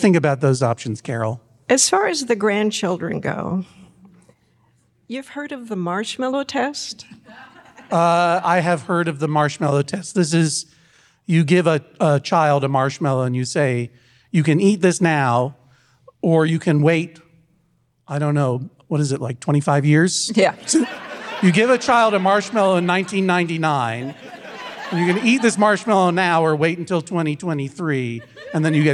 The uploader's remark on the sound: Live From Lexington. LIVE at the Lexington Opera House!